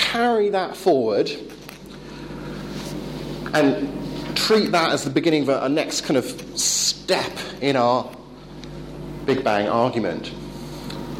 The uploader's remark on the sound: Talk delivered at the European Leadership Forum 2013 in Poland.